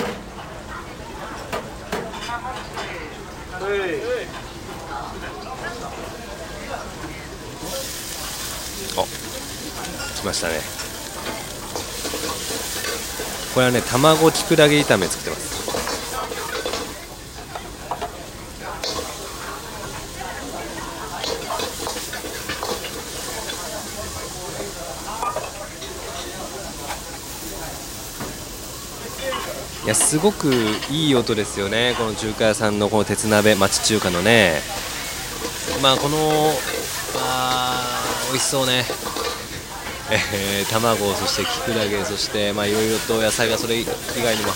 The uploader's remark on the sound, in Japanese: きょうは、外録音声を中心にお届け。新宿西口は思い出横丁の町中華の料理風景を中心に音声をお届けです。岐阜屋』（中華居酒屋、新宿西口思い出横丁、2022年3月12日）。収録場所：東京都新宿区、東京都武蔵野市内。